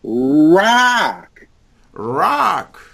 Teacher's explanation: I want the R to be forward and tight, but right away you have to open up on the ah.